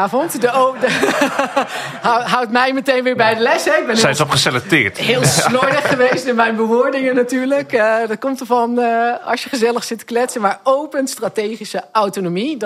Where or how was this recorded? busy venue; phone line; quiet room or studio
busy venue